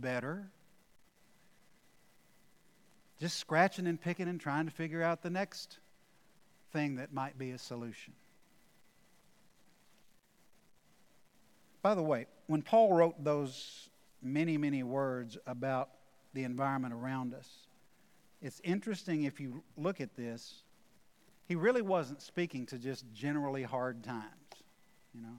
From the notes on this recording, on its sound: Recorded live at The Fellowship in Nashville on Sunday, August 8, 2021.